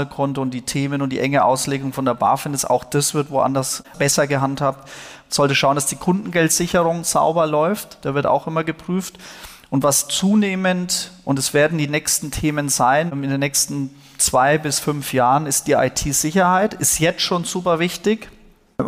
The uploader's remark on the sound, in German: diese Diskussion, die ursprünglich auf dem Fintech Triple Festival stattfand